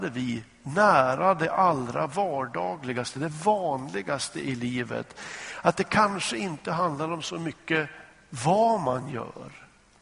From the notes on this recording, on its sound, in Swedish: Inspelad i Smyrnakyrkan, Göteborg.